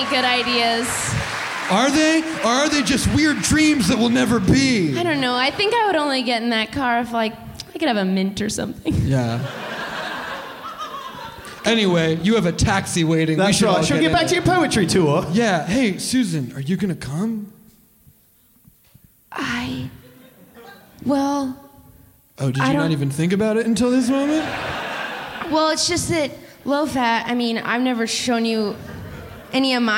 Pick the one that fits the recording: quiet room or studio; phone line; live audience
live audience